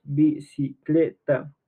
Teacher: la sílaba tónica se encuentra en la sílaba cle